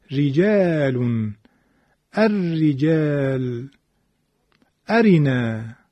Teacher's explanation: اول به خود را نگاه میکنیم، حرکتشو. را مکسور اگر را کسره داشته باشه ترقیق میشه